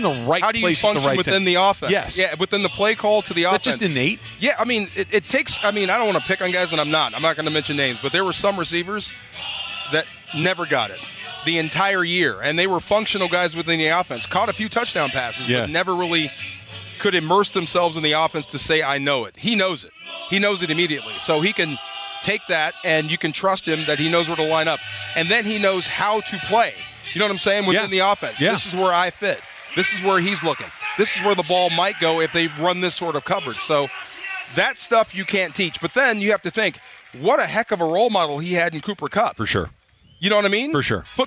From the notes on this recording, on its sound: live from YouTube Theater for Rams Revealed